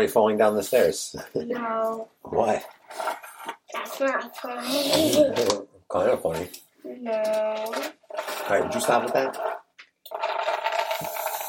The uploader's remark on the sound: Presented without interruption (but with the constant sound of a chair squeaking)